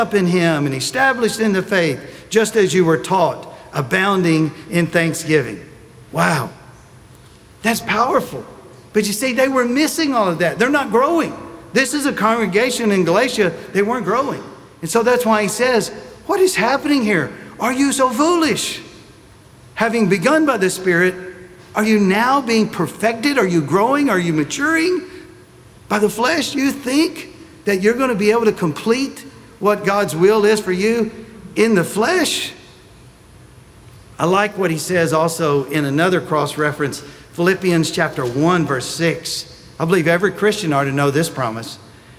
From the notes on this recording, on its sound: Sunday Message recorded